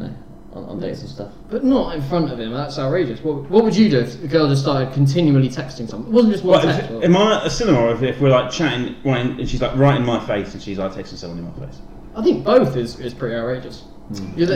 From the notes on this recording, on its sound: SORRY FOR ANY TECHNICAL ISSUES OR SOUND PROBLEMS.